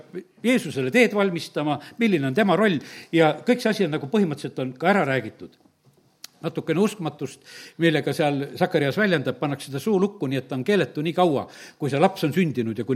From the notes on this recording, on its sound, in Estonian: Audio salvestus koosolekult.